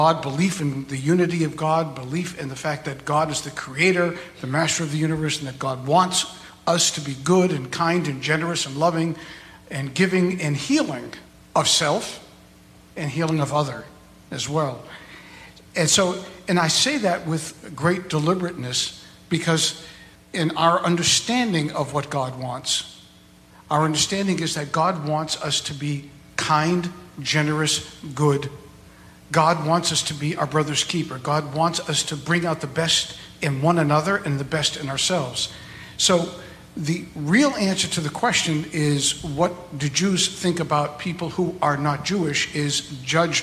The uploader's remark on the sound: Invited their congregations to come together in person, on May 11, 2022, to record a live podcast. Be aware, there are two brief interruptions in the recording.